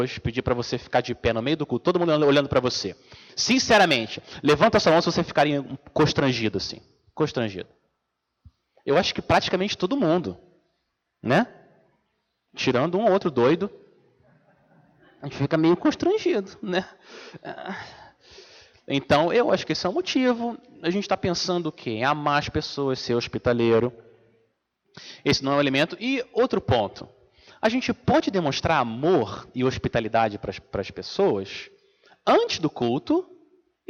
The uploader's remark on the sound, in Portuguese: Mensagem gravada na Igreja Batista Jardim Minesota